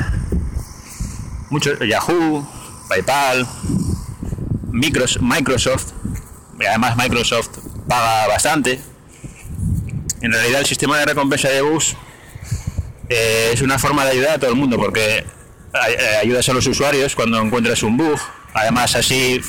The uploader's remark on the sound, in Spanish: Este audio está grabado en la calle y se oye bastante mal.